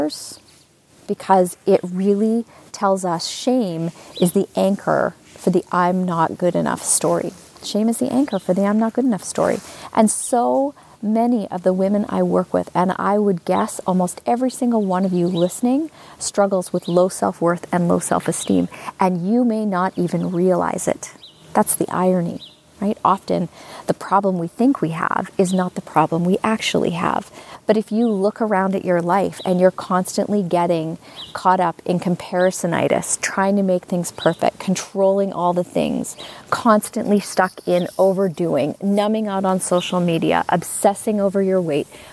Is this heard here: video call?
no